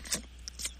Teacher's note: tisk, tisk and tut, tut are both versions of the sound that you make on your teeth to express disapproval